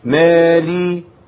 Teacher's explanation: محتاج ان انا امكن للكسره بس من غير ما ابالغ